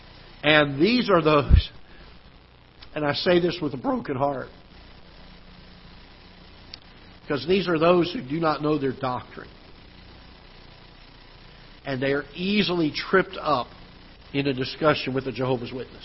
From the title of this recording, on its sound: Ketha Heights Baptist Church ~ Live Broadcast